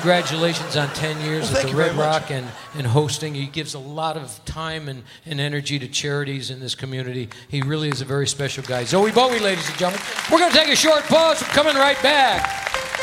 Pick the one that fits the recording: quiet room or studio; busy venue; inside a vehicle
busy venue